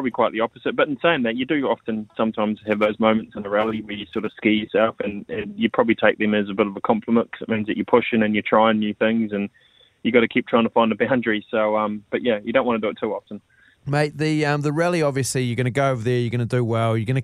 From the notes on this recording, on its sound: We are joined on the phone